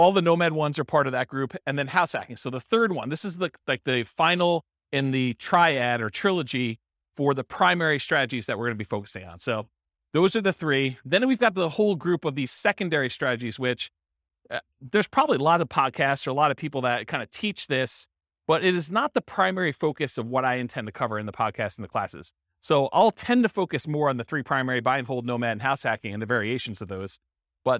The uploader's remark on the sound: This was a live class recorded